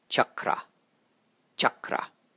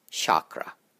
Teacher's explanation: both the A's are short. And the CH is pronounced as how you would pronounce the CH in the word chat · Shown in: first take